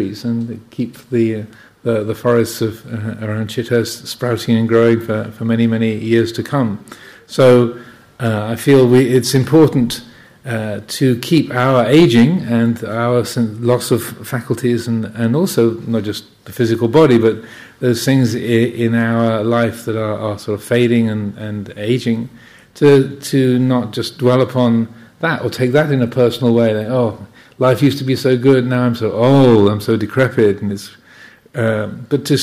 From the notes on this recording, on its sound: during the Kathina festival, at Chithurst Buddhist Monastery, UK.